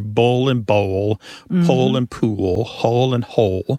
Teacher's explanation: For example, in the pairs that we talked about earlier, bowl and bowl, pole and pool, hole and hole, they all end in that L sound, and that L at the end of the syllable is what is known as a dark L. So the physical act of pronouncing that dark L kind of requires the back of the tongue to raise toward your soft palate.